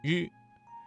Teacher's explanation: 日的发音位置是舌尖稍微卷起靠近硬腭前部 · Term: 翘舌音